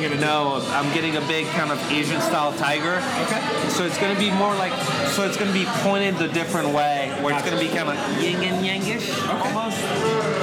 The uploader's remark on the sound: LIVE from Due South Brewing - Copperpoint Brewing - Mathew’s Brewing. LIVE from 3 South Florida Staples...